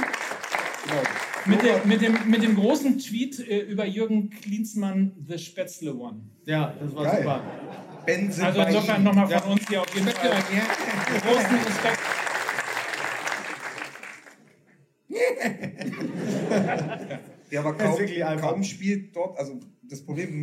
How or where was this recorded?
live audience